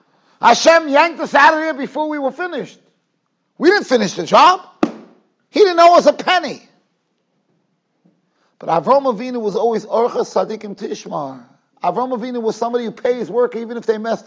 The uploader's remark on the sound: Shiur recorded in Yeshivas Ohr Reuven, Monsey, NY.